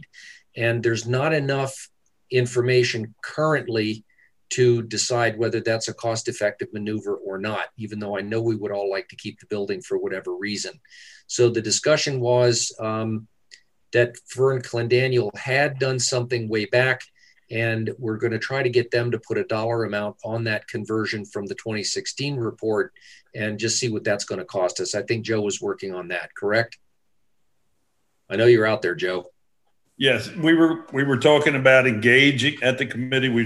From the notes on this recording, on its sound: An audio recording of the Indian River Board of Education regular monthly meeting. This meeting was conducted online using the Zoom video conferencing platform.